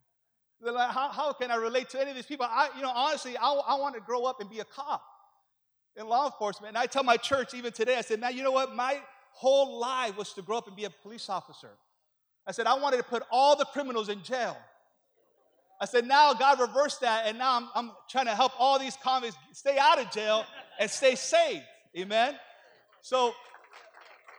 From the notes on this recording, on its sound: Preaches as part of our AM sessions here at The Voice Conference 2018!